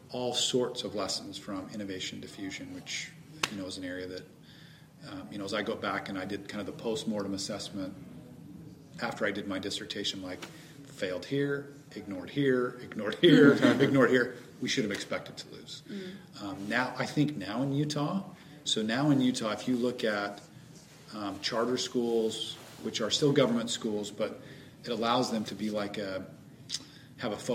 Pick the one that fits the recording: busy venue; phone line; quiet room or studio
busy venue